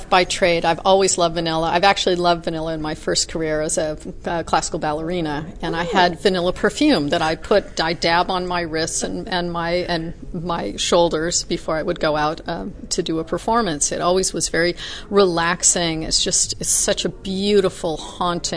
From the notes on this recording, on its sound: She is a fellow member of Les Dames d’Escoffier and we had a fun Kitchen Chat at one of the conferences.